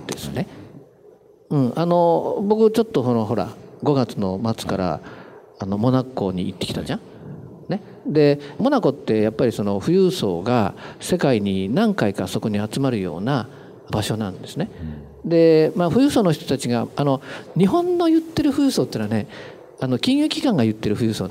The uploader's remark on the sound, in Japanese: 大阪公開収録